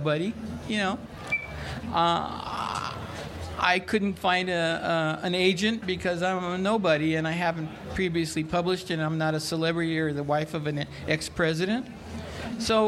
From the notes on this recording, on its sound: 30 Minutes features a session from the 2019 Festival of Books curated by Pima County Public Library’s Nuestras Raices program.